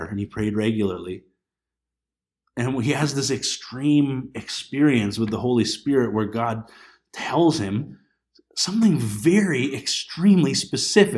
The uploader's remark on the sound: This Sunday morning message was recorded on February 23, 2020 at Bethel Pentecostal Tabernacle in Clinton, BC.